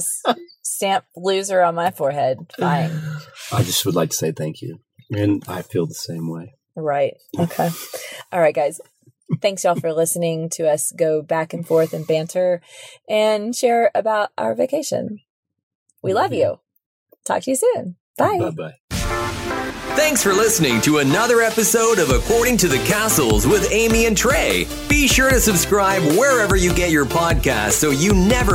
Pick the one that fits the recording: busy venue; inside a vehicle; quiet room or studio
inside a vehicle